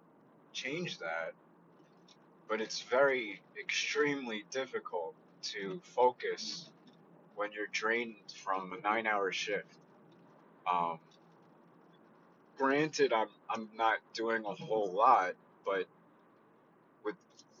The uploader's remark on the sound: I love/hate driving while doing this because of the company on the road and not being focused on whats going on but its relaxing when you block it out.